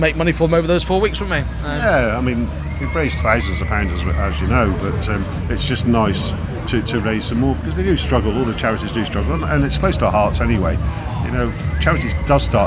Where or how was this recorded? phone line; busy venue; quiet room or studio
busy venue